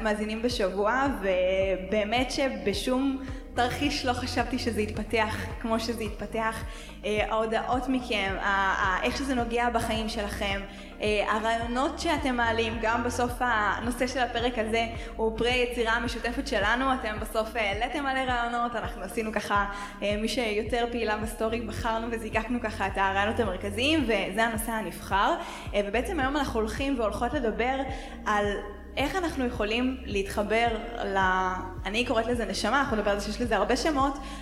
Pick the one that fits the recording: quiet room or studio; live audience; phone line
live audience